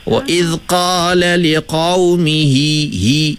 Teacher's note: hi huruf ha tu berbaris di baris kasrah, baris bawah. Jangan baca tebal.